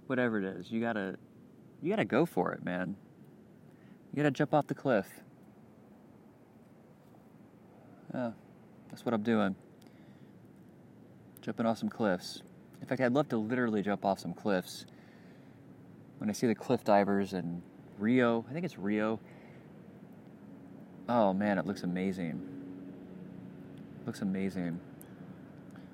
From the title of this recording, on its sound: Outside at Westside Park, Gainesville, FL